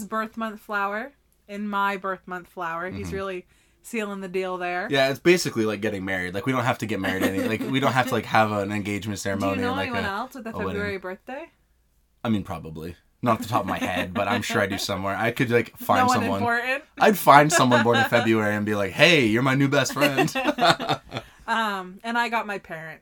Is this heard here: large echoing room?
no